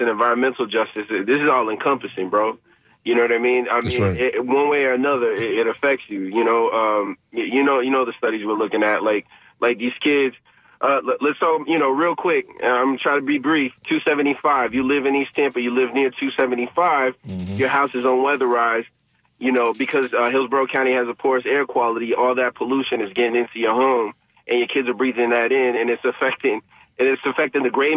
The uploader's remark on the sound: unique magazine format call-in show